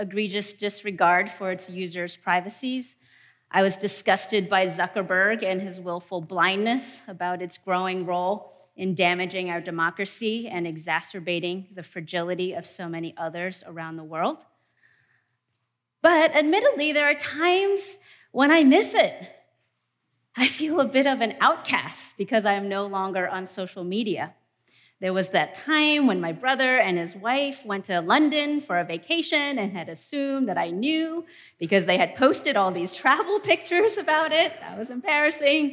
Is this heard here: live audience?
yes